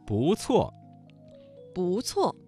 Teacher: 这个词当中的不字在四声之前变成了二声